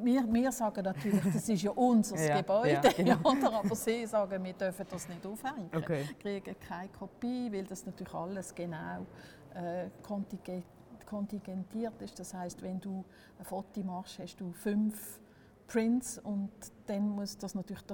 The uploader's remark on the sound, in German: Audio-Spaziergang durch den HSG-Campus